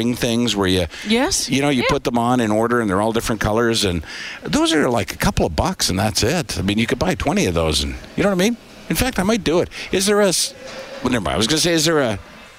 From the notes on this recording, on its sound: broadcast live from Santas Anonymous depot